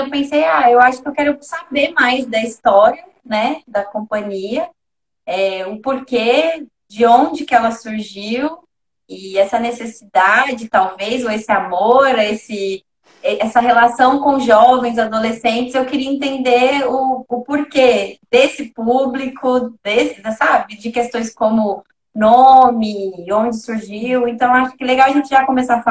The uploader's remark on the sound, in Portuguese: Live ocorrida no Instagram